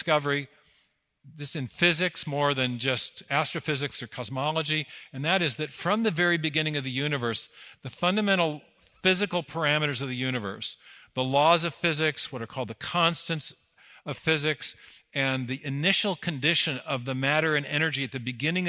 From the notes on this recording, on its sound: 2023 Dallas Conference on Science and Faith